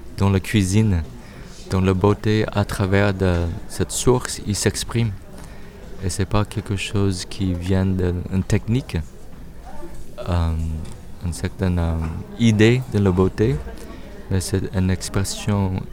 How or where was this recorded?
outdoors